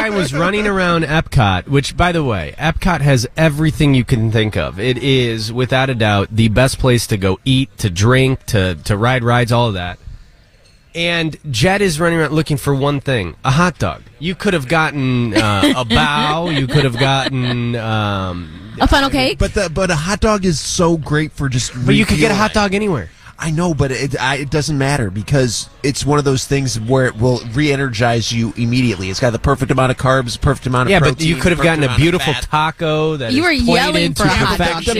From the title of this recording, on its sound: Live... From Walt Disney World!